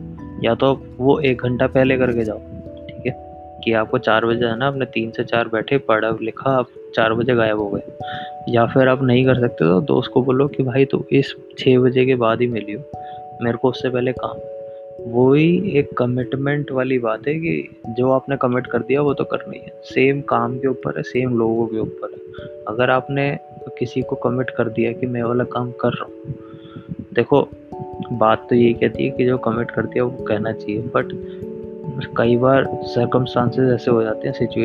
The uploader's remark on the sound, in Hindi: First of all please aawaj kam karke sunna, mera mic jyada close tha to aawah jyada ho gayi.